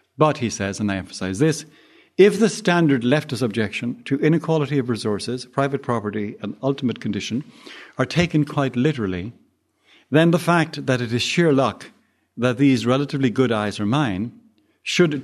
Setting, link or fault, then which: setting, large echoing room